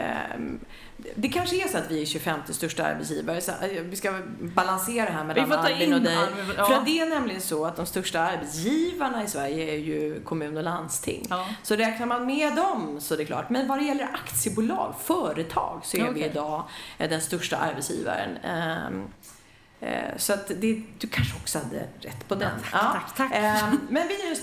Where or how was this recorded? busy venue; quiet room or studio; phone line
busy venue